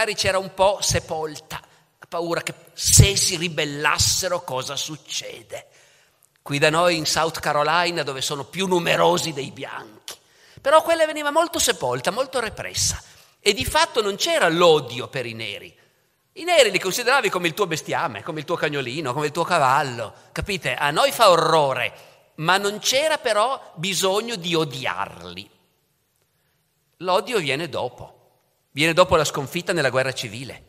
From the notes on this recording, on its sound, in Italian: La registrazione è avvenuta in occasione della presentazione del libro alla Biblioteca civica Don Lorenzo Milani, nell'ambito del progetto Leggermente, il 23 marzo 2022.